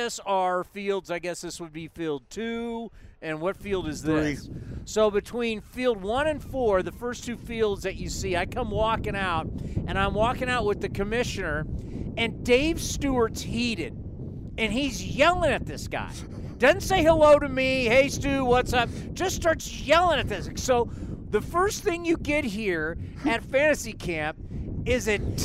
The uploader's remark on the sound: live from A's Fantasy Camp